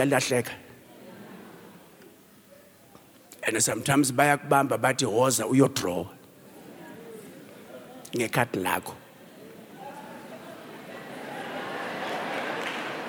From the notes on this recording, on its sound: preached at our Annual Home Coming Conference, Word Explosion 2022, hosted at Grace Bible Church Pimville